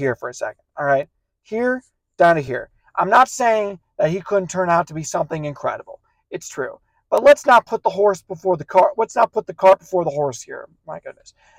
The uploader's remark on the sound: recording from his car